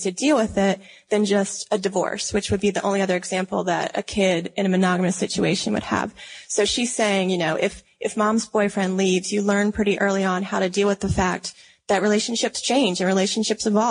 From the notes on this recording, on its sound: Live from SXSW. Live at SXSW.